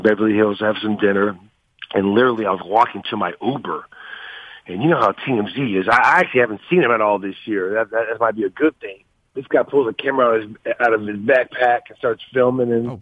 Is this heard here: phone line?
yes